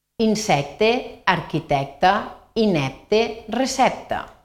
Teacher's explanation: En canvi, les terminacions ecte, ecta, epte, epta, sempre trobem e oberta.